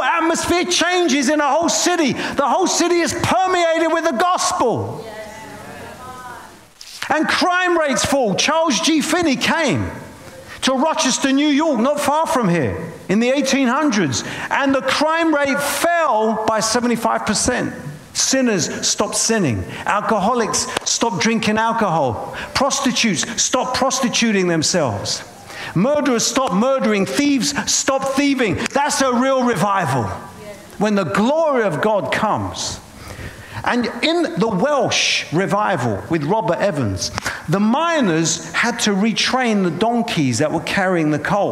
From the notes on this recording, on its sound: preaching at a Church in Boston